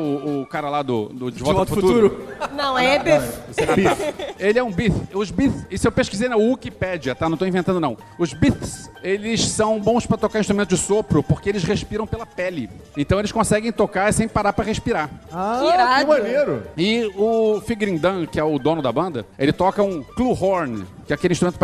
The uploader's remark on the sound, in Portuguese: Star Wars Day Ao Vivo. No palco do evento. Se você esteve conosco lá no teatro, não deixe de ouvir este episódio também porque ele tem conteúdo complementar que foi gravado fora do palco.